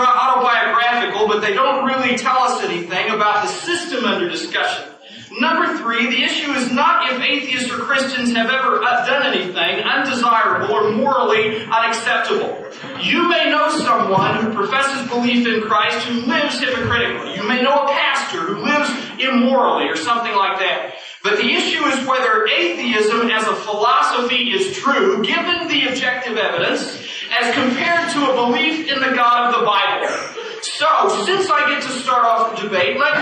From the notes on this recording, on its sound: In February of 1996 the Kansas University Debate Team sponsored a debate on the existence of God. The lecture hall was packed with 850 students in attendance. A remastered recording of that 1996 debate.